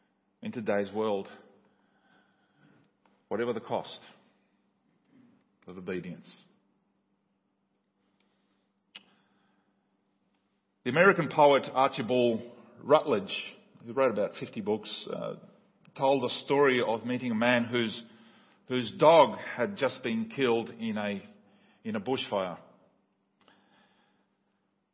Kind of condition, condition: setting, large echoing room